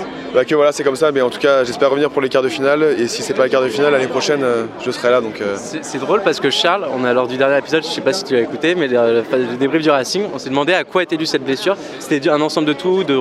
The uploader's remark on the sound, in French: En direct de la Pink'Ride ! Là-bas on a rencontré les joueurs, on leur a posé quelques questions et on a enregistré leurs réponses !